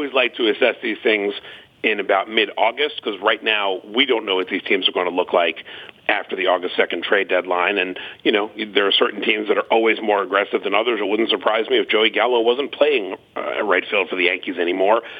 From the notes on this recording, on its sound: Calls in from England. Phones.